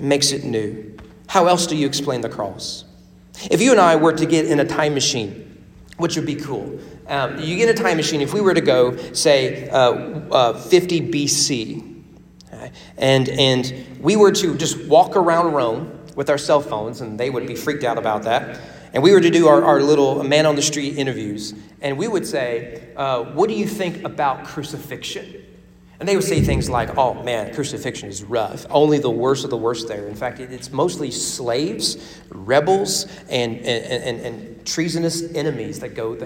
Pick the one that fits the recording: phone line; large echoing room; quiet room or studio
large echoing room